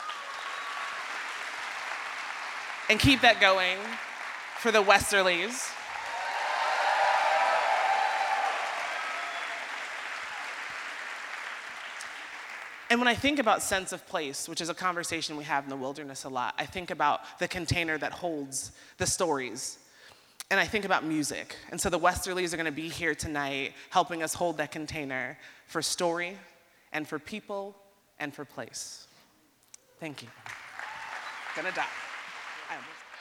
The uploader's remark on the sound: recorded Ampersand Live 2018 at the Moore Theatre on October 25